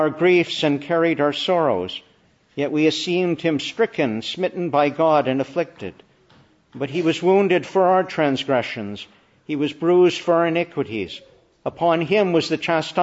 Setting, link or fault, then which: setting, large echoing room